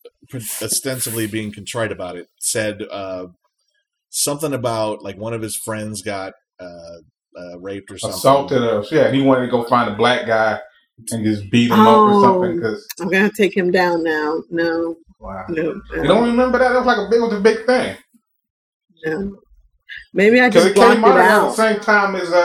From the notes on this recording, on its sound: This was recorded in Summer of 2020, still trying to figure out how to record remotely in a pandemic. Please pardon the audio.